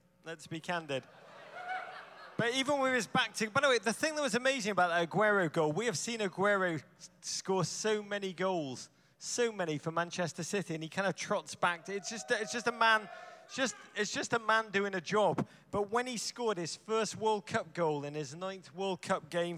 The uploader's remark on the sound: Live in Seattle. Rogue State 2018, Live from the Showbox SoDo in Seattle.